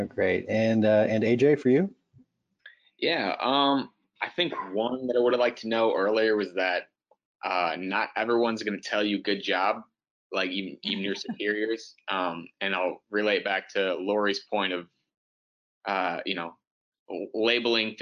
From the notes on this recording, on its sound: Capital One Webinar Audio.